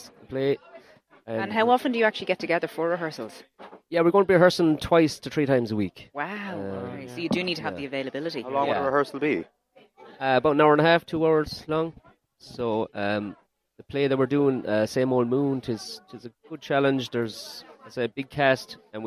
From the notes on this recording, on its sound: LIVE FROM the Ogonnelloe exchange. Outside broadcast in association with Michael Long Construction.